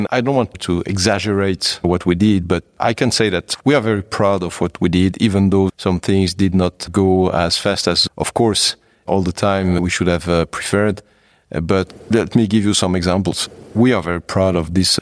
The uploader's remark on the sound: All the interviews in the PSSI Space Security Mini-Series were conducted during the 6th PSSI Space Security Conference , held in Prague, at the Czernin Palace. All the interviews in the PSSI Space Security Mini-Series were conducted during the 6th PSSI Space Security Conference , held in Prague, at the Czernin Palace, the headquarters of the Czech Ministry of Foreign Affairs.